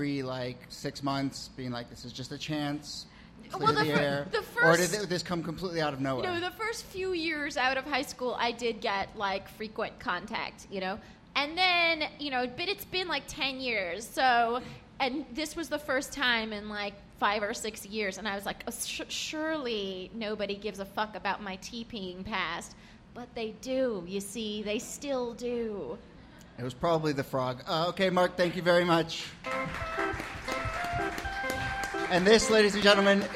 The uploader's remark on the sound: Ask Roulette is a conversation series in which strangers ask each other questions on stage. This excerpt is from our May event at Housing Works Bookstore in New York City.